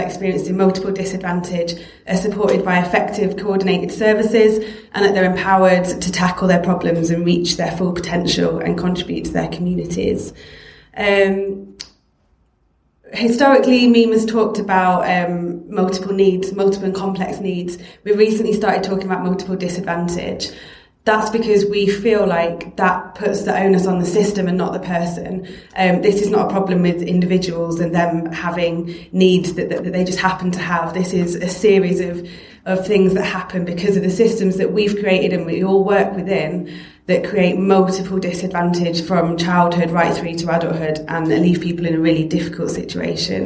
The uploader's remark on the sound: Recorded at the 'Help Through Crisis Event', organised by Hull and East Riding CAB, April 2018.